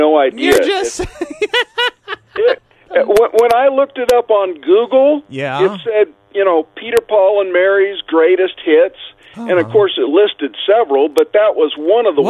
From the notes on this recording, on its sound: joins the show by phone